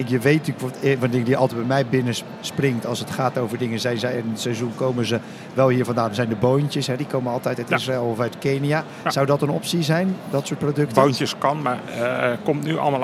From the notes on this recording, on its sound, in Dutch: Vandaag live vanaf de Horecava